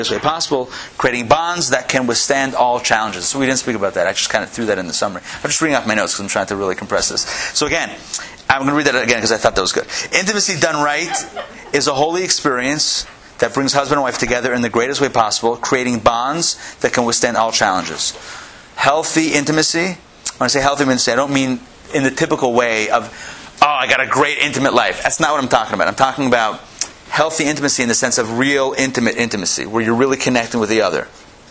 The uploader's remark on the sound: Recorded live at the Intown Jewish Academy